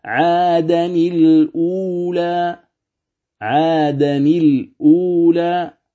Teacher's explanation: يقرأها بتحريك النون التنوين لالتقاء الساكن، يقرأها عادني الأولى عادني الأولى هكذا.